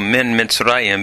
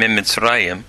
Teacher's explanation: notice the nun has assimilated into the min of Mitzrayim · Shown in: second take · So min Mitzrayim becoming mim Mitzrayim.